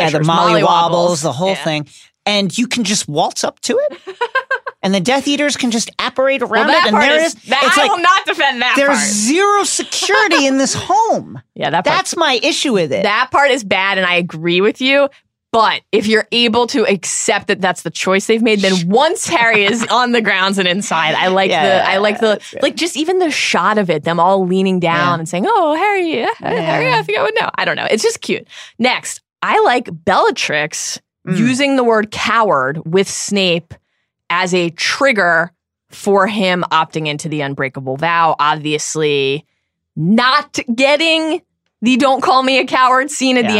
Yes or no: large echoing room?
no